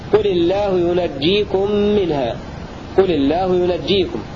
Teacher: قل الله ينجيكم يثقل معهم هشام، قرأ الكوفيون وهشام بفتح النون وتشديد الجيم في قوله تعالى قل الله ينجيكم منها، قل الله ينجيكم الموضع الثاني.